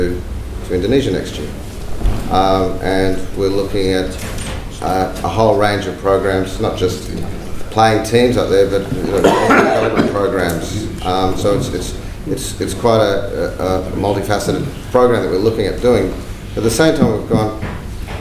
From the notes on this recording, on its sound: The Lowy Institute and the AFC Asian Cup 2015 Australia local organising committee hosted a one-day conference on 23 November 2012. This is a recording of Session 1: Trade and Investment.